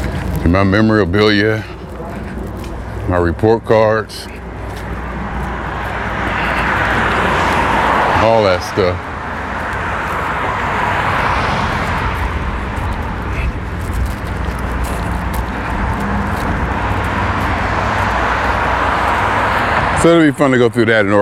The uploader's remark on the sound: Me Walking Talking